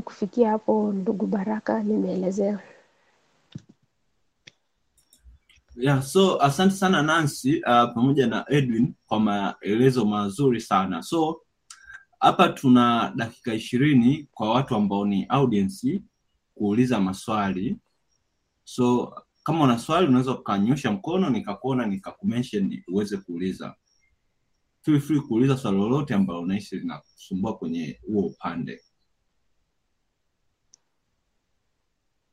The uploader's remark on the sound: Live webinar.